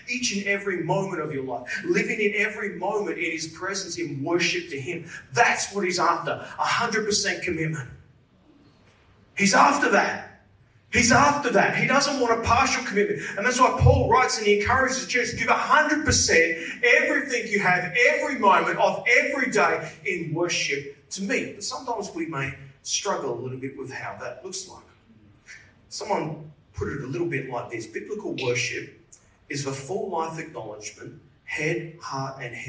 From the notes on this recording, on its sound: Service recorded Live at Victory Church in Bendigo on Sunday September 3rd, 2023.